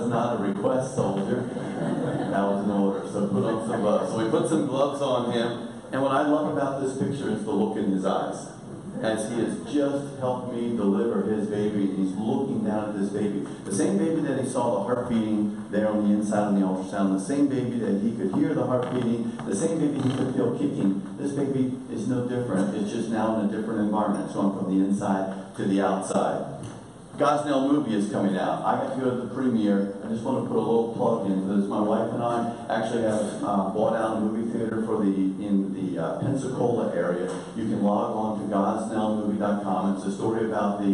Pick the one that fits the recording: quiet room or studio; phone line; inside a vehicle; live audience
live audience